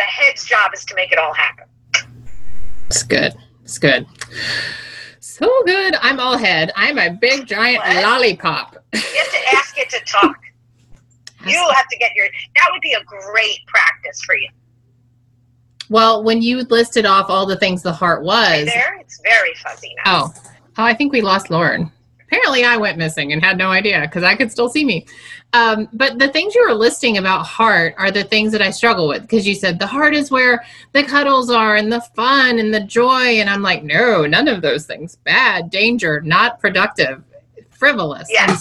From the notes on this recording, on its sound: Yes, it's a little scratchy - but I have a full disclosure on this one.